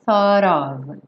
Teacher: esse T já vai juntar no of. Então, thought of.